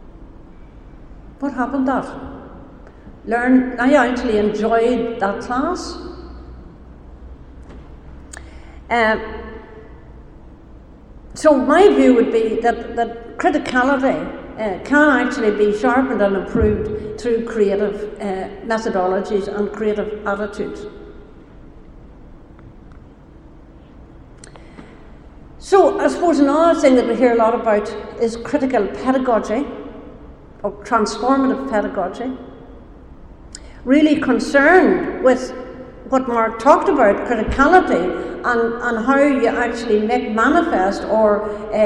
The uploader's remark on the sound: Speaks at SRHE Digital University Network Event - The Digital University, Social Justice and the public good.